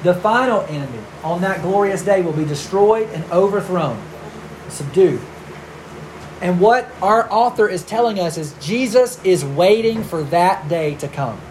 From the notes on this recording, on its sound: We had an issue with air conditioning and met in our big children's meetings space; the audio was recorded on a phone, so the quality is not the same as normal.